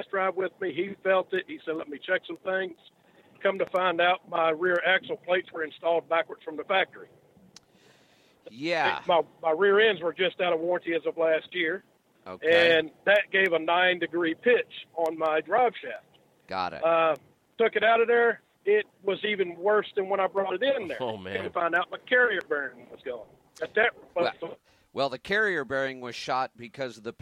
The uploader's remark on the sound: Call in Question and Answer Show